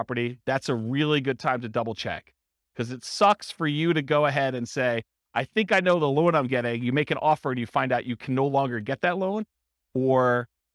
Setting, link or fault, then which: setting, live audience